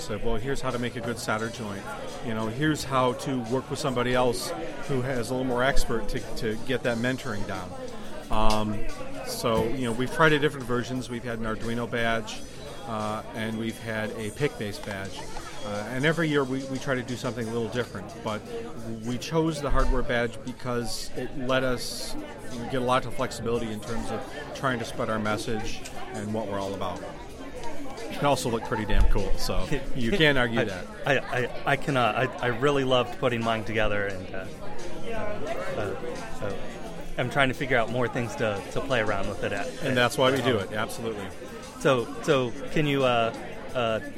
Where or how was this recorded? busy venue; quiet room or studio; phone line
busy venue